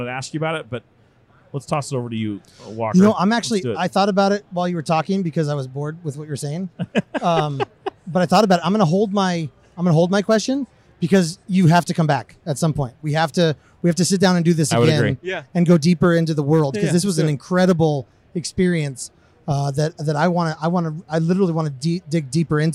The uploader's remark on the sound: AIA 2019 Interview. Live from AIA 2019 our first interview is in the books.